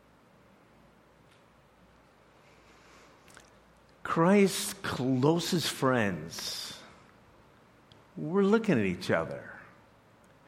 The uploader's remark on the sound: preached this message to CrossPoint Church